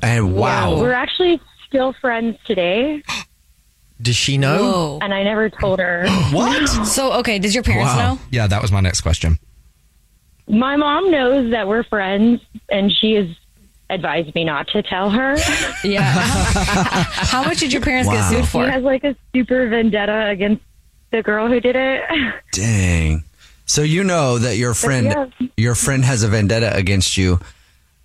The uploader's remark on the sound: Give the caller an anonymous nickname. The woman on the phone.